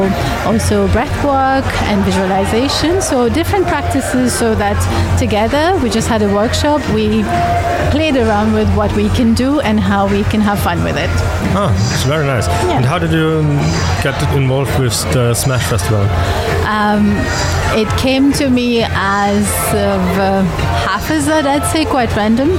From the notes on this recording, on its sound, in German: SMASH FESTIVAL 2023. Um die Veranstaltung atmosphärisch bestmöglich einzufangen, haben wir unser mobiles Studio in einer Loge der Kasematten aufgebaut. Man hört aber auch, wie es ist, im Rahmen eines Podcasts hautnah an einem Festival dabei zu sein.